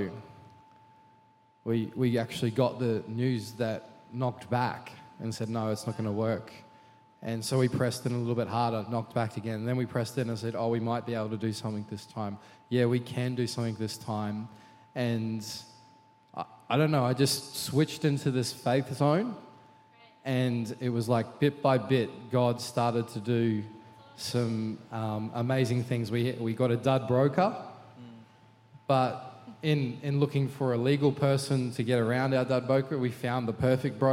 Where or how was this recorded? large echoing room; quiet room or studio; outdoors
large echoing room